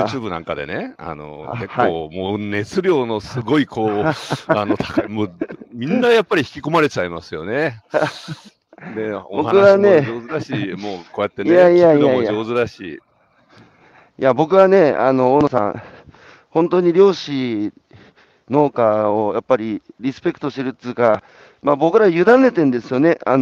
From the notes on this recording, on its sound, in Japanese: 歩きながら1時間、対談する。